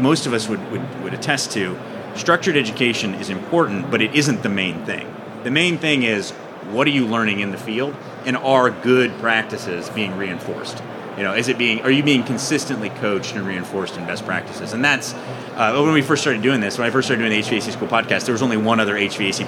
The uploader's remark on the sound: Live from AHR Expo in Chicago